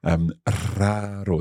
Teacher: The first R is a strong R because it starts the word.